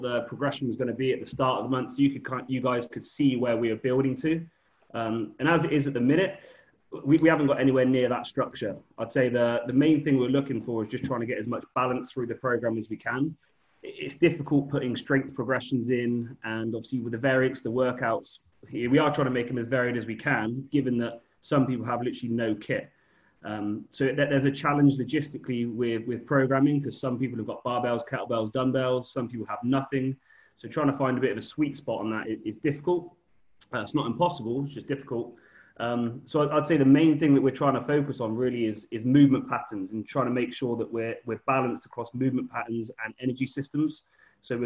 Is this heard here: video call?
yes